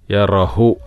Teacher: നമ്മൾ യറ കഴിഞ്ഞിട്ട് ചെറിയ ഒരു ശ്വാസം പുറത്തേക്ക് വിടുക, കാറ്റ്